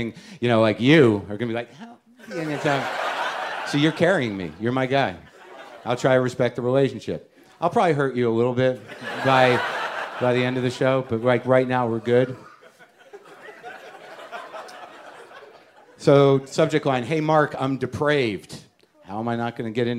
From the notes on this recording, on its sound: It's Live WTF from SXSW.